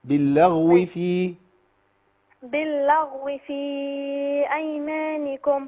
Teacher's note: ما نزلش بالغين قوي عشان ما تبقاش برضو باهتة، الغين حرف متوسط هنا التفخيم